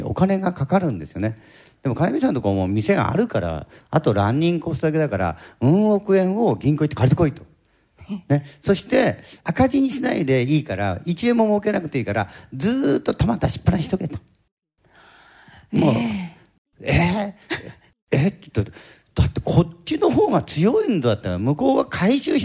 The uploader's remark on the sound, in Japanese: 公開録音スペシャル後編